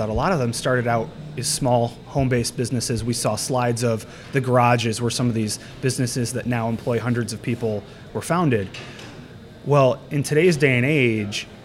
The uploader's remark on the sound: This episode was recorded live at the 2023 West Michigan CEO Summit.